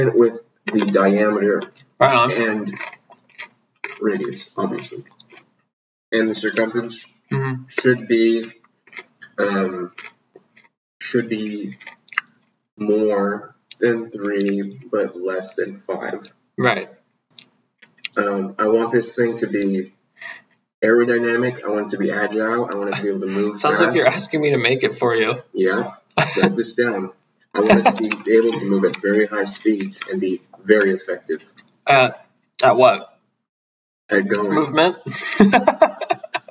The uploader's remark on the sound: True to form, the audio turned out poorly, but its audible enough.